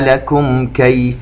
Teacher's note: الميم الساكنة بعدها الكاف إظهار شفوي